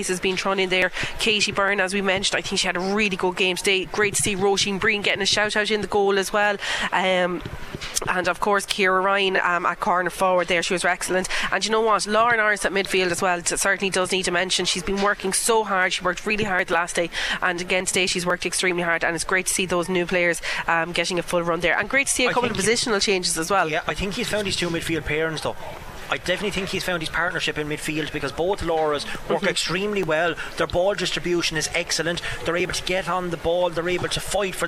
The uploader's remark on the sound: The Very Ireland Camogie League continues on KCLR this Saturday as we bring you full live commentary of Kilkenny versus Clare.